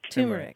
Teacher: usually people say it with the stress on the very first syllable